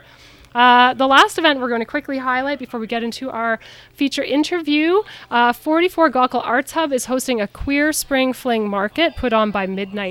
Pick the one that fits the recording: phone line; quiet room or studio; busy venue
busy venue